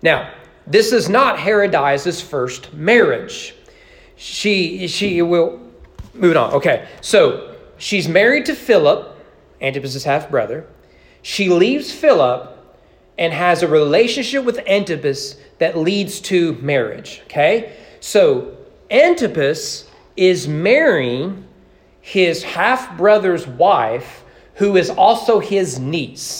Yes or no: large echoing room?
yes